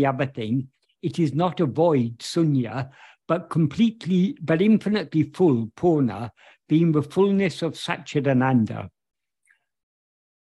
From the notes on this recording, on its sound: In a Zoom meeting with Ramana Kendra, Delhi, on 15th October 2023